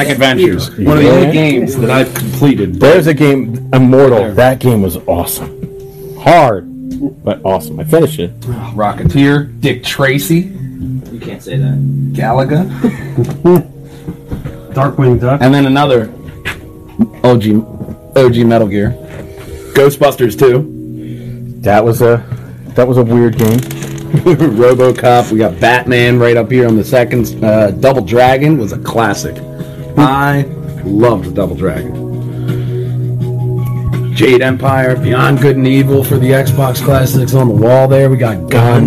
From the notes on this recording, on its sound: Had a bit of audio troubles this week. Went live at the Game'n DVD Exchange on 23 East State Street Media, PA.